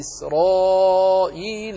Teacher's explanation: ألا ترى أن إسرائيل ألفها فخمت لأنها وقعت بعد راء مفخمة